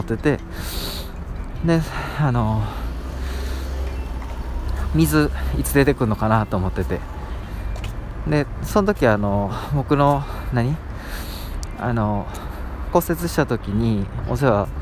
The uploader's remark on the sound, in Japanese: 外の収録なので少しガヤガヤしてて申し訳ないです